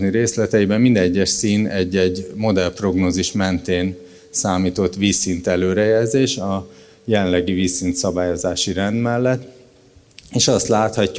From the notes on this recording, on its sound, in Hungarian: Immár videón és podcastban is elérhető Qubit Live-előadásából.